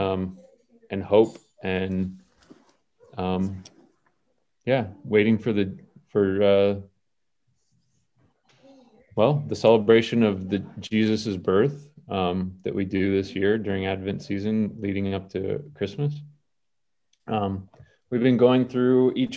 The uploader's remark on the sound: Zoom Recording